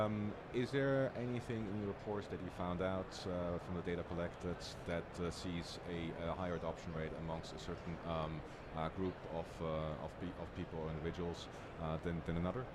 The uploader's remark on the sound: Recorded at Money 20/20 in October 2022.